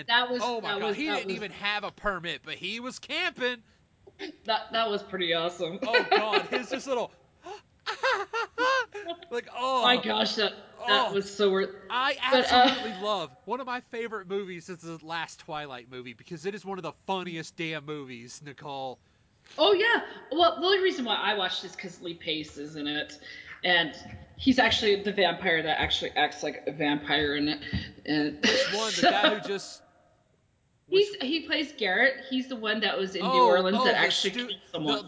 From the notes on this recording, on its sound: Audacity conspired against us, my own audio made a fool of me